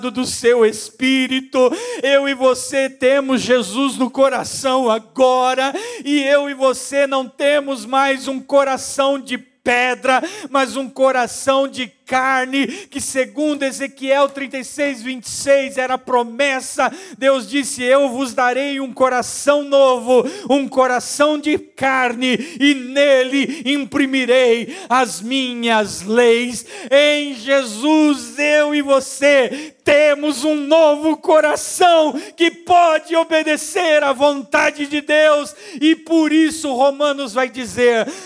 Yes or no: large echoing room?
yes